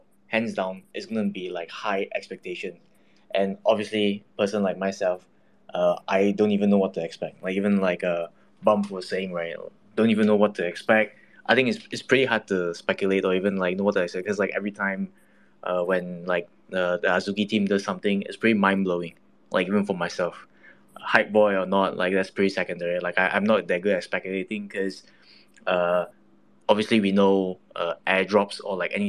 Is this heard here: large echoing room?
no